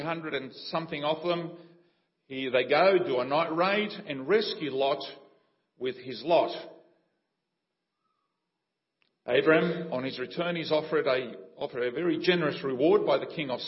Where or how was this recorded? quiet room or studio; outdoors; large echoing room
large echoing room